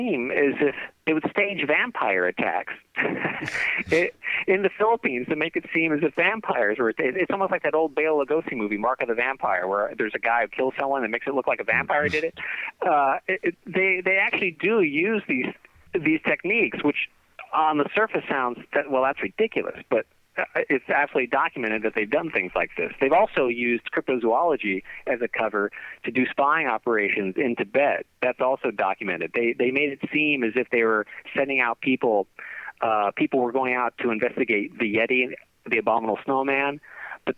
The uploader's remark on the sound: Phone calls.